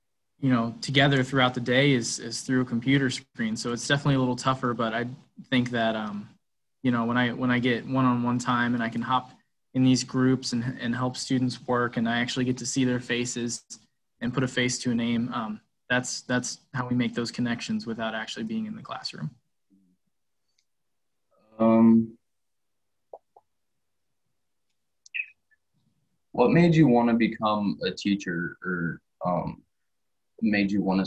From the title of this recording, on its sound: zoom interview